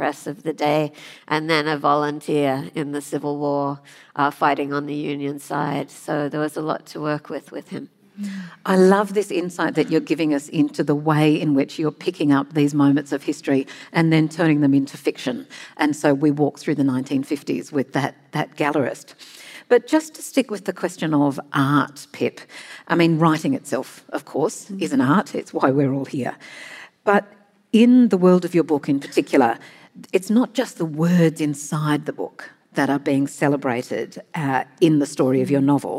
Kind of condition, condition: setting, live audience